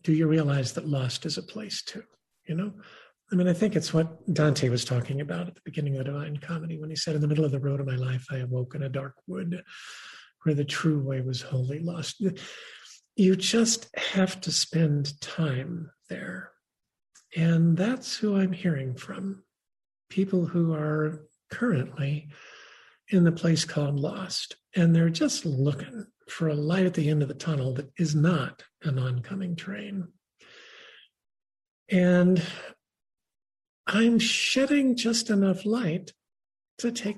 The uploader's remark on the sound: This program was recorded via video conference on August 12th, 2021 by the Commonwealth Club of California